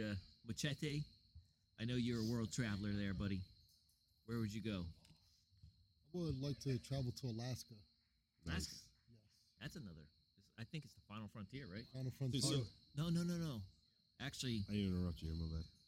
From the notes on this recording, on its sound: We did something different with this episode and doing a show outside.